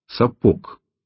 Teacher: с твердым «г», переходящим в конце слов в «к»